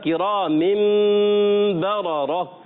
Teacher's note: جی ہاں پیارے بچے یہاں پر برارتن جی برارتن کرام مبررہ، جب آپ کرام مبررہ کرتے ہیں تو پہلے یہاں اقلاب ہوتا ہے، تو اقلاب کا غنہ ہوگا